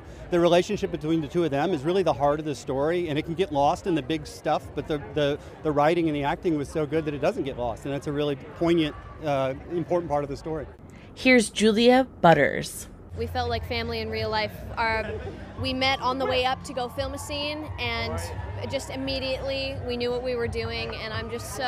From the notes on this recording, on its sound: Silence on Set podcast was at The Gray Man premiere in LA. Here is a quick clip of some of the interviews we took to give you an insider feel of what it's like being on the red carpet.